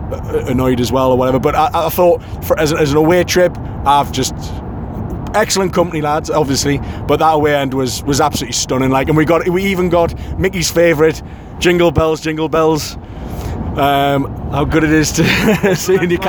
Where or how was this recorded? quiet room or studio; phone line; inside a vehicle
inside a vehicle